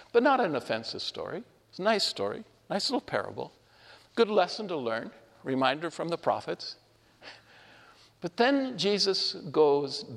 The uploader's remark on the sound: This homily was shared at Our Lady of Fatima Church in Spokane, Washington